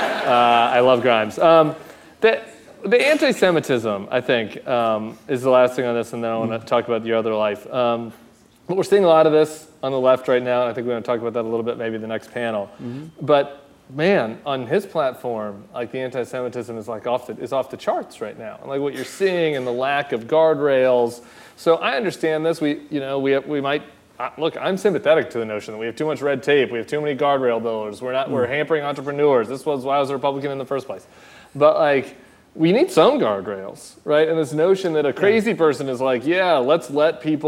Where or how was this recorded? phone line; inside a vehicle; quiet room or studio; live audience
live audience